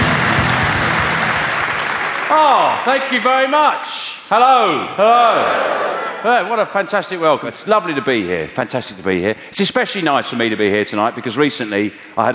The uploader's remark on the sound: Lockipedia was recorded at the world famous Hammersmith Apollo during the height of his sell-out tour of Britain and Ireland. He mixes stand up with his new audience interactive section Lockipedia.